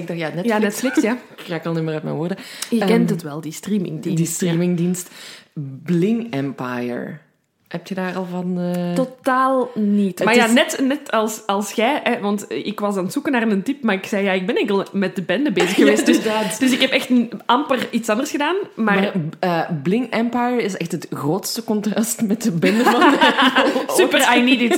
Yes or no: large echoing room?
no